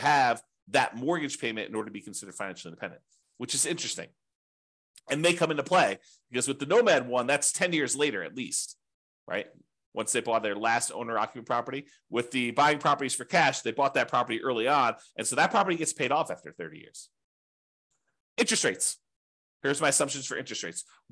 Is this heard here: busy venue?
no